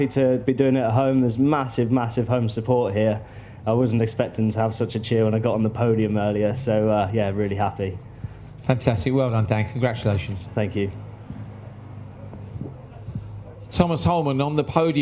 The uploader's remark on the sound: Podium Press Conference